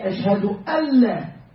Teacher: We should say ashhadu alla. So the noon is gone.